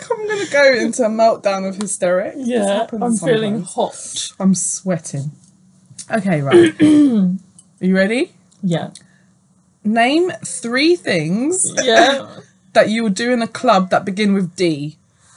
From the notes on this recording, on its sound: Our voices shifted some octaves due to audio issues but rest assured it's still us and not imposter men!!